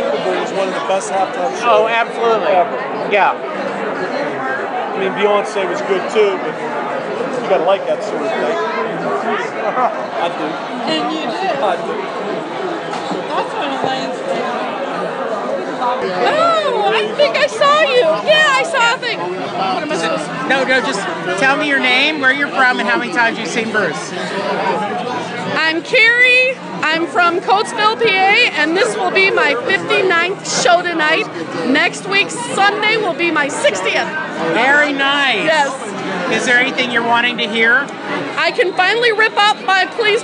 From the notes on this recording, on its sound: Attending the opening night of The River Tour 2016 in Pittsburgh. In this episode he shares his thoughts about the show, some adventures he had in traveling and recordings from some fellow fans before the show.